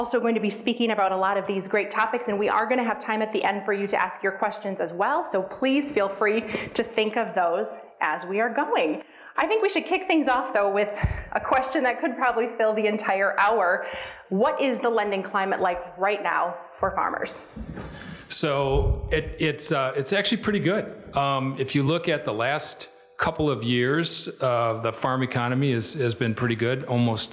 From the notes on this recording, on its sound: This episode of The Dairy Show contains the audio from the 2021 Expo Seminar.